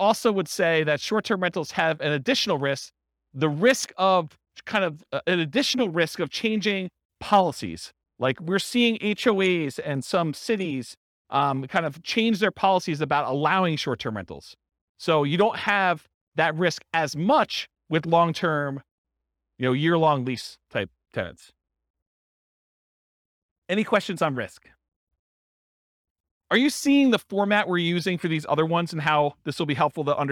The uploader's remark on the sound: This was a live class recorded